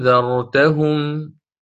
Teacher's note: عندي نون ساكنة وبعدين حرف الذال فإخفاء بغنة، فأقرأ هكذا أنذرتهم هكذا وآتي بعدين بالذال.